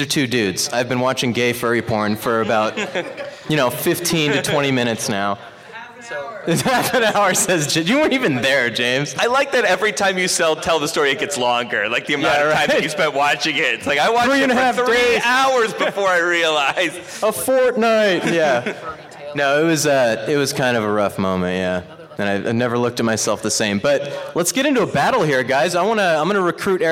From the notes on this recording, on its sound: Recorded LIVE at Los Angeles Comic Con 2016!